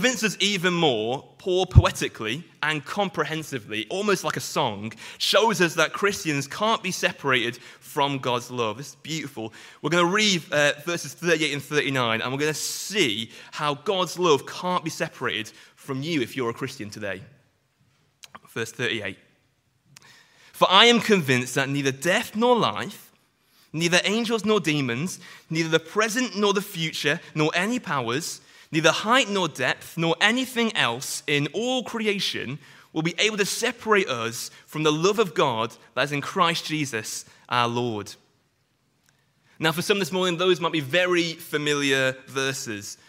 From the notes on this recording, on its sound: Sunday morning sermon preached